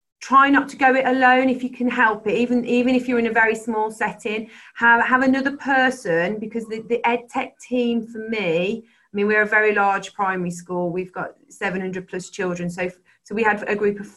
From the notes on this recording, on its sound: This is a recording of a 20-minute webinar.